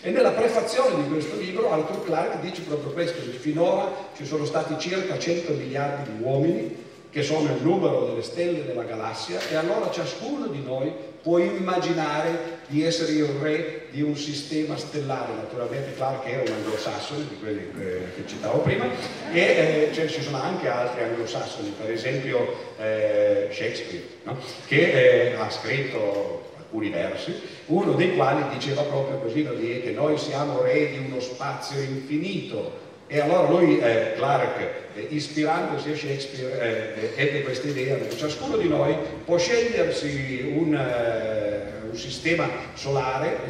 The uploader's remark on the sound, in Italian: Festival della Mente, Sarzana.